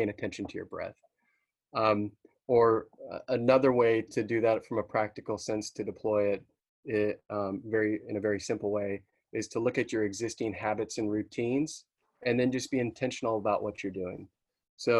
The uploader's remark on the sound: Webinar was recorded on April 30, 2020.